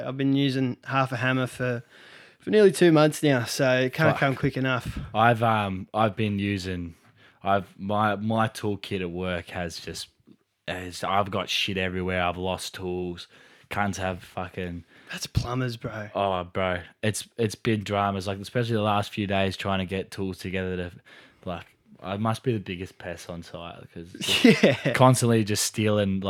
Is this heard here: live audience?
no